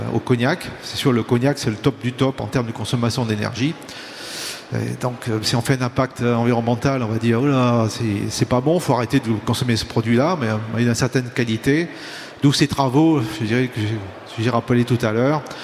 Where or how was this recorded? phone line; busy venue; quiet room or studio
busy venue